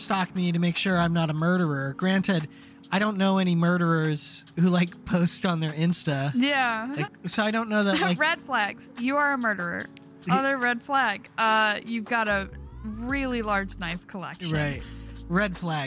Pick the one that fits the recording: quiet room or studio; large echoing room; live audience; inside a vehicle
inside a vehicle